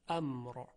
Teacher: در وقف کل امر، حرف را تفخیم میشه. چرا؟ چون را ساکن میشه، قبلش ساکنه و قبلش فتحه